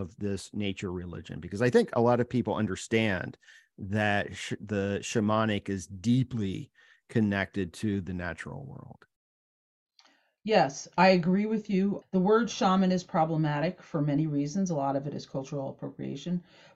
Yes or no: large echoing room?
no